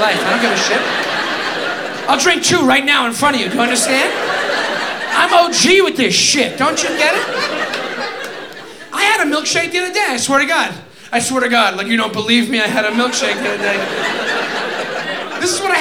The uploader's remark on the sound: Recorded at the Comedy Club on State in Madison, Wisconsin